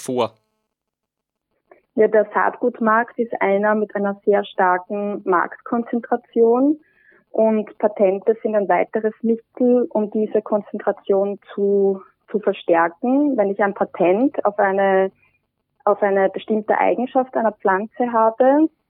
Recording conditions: phone line